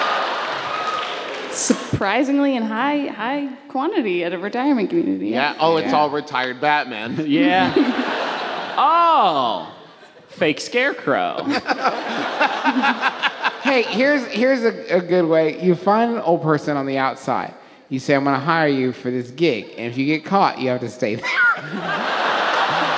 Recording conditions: live audience